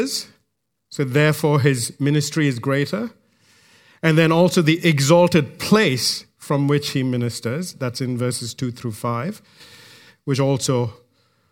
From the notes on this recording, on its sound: recorded live at Grace Community Bible Church